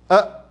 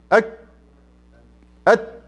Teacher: الشدة مثلا في حرف الهمزة، اما اقول أ انحبس صوتي نهائي، أ ها الحروف الاخرى بدون صفات اضافية، أك أت انحبس الصوت تماما.